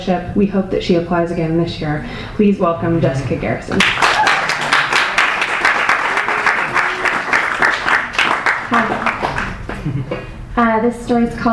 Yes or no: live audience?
yes